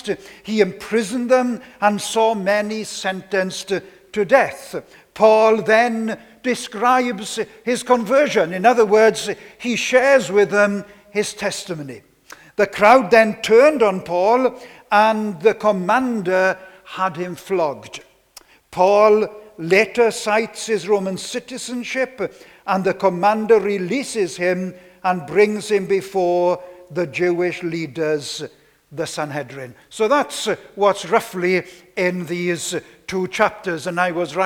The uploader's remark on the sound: This sermon was preached on Sunday 19th September 2021